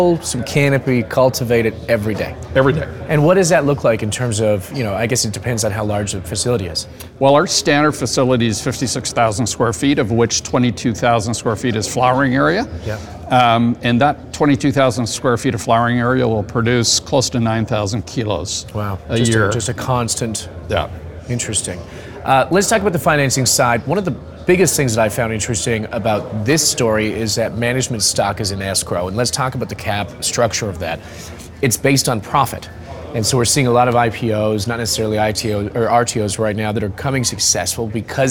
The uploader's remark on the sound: TGSP on location: Gravitas Growth Conference